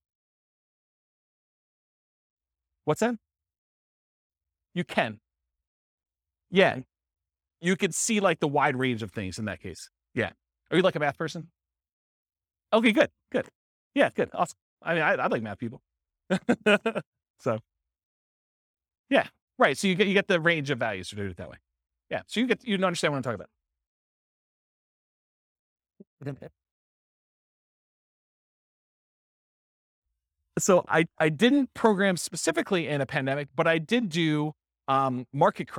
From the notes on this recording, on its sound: This was a live class recorded